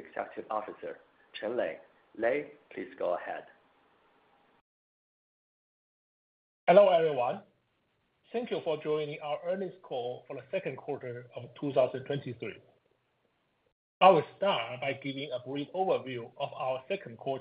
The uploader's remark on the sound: Earnings Conference Call